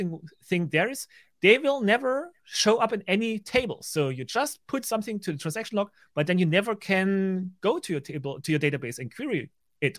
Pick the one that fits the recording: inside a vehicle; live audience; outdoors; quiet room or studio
quiet room or studio